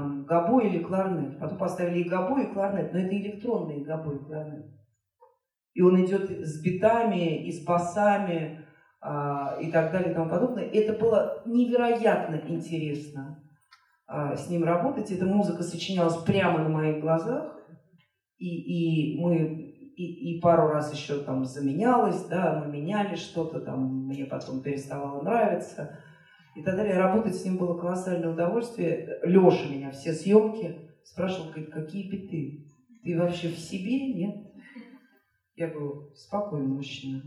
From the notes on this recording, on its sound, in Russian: Встреча в Доме культуры "Ясная Поляна" в рамках фестиваля Толстой Weekend